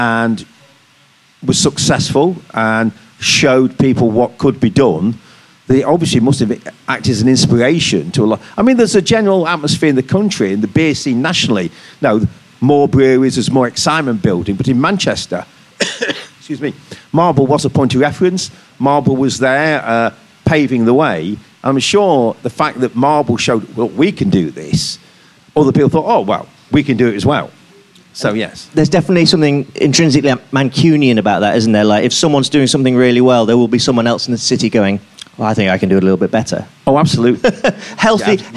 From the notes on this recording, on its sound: The latest episode of our podcast takes place here at the brewery, where we hosted a panel discussion in front of a live audience. As we joined in Marble’s 25th anniversary celebrations.